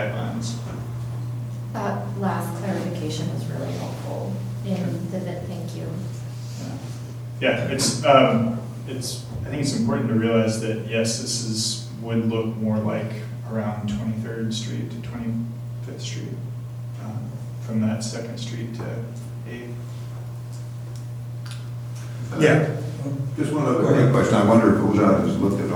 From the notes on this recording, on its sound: Live recording of Astoria City Council meeting May 20, 2019.